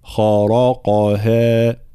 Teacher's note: تفخيم الخاء والراء والقاف ثم ترقيق الهاء